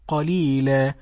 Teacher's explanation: عند الوقف يبدل التنوين ألفا في الوقف قليلا ويمد بمقدار حركتين